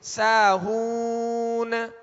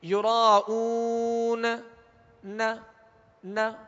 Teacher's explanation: نون کو کامل ادا کرنا ہے، اس کا سکون، آواز اس میں ہلے نہیں · Shown in: first take · ساہون، اس طرح آواز ہلے گی نہیں، آواز میں جنبش نہیں ہوگی، آواز لوٹتی ہی نہیں آئے گی، بلکہ سکون کو کامل ادا کرنا ہے.